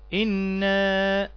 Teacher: إنا يبقى المد بمقدار حركتين فقط لو هتقف على إنا